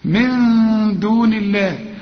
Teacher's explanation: نون بدون تشكيل هنخفيها ونغنها، لأن بعدها الدال والدال من حروف الإخفاء